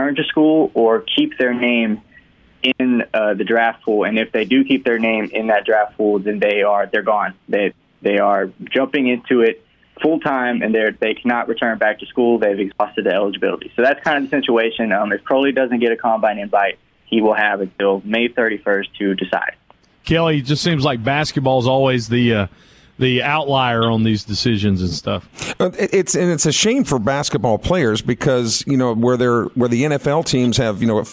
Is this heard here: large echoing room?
no